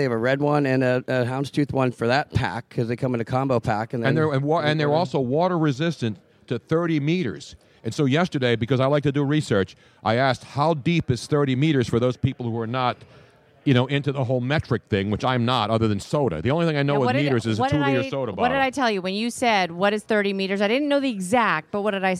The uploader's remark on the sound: LIVE from Audio Ave in Tampa